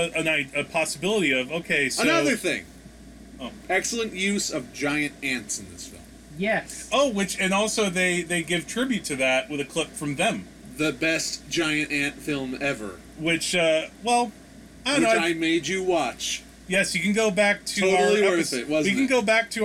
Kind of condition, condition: fault, background noise